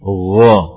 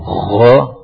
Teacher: Wo tidak ada tidak ada serak-seraknya. · Shown in: first take